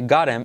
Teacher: T como R suave, saltamos la H